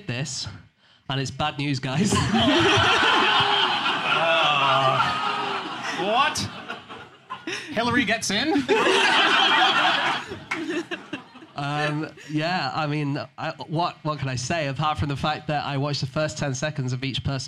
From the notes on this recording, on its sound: Live from Up The Creek in Greenwich